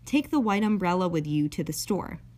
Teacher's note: Because the word umbrella starts with a vowel, it's much easier to continue speech by using a flap instead of a glottal stop.